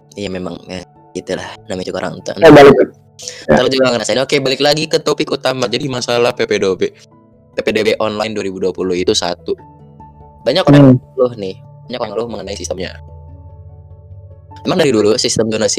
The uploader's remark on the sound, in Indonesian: maaf banget sound kami masih tidak layak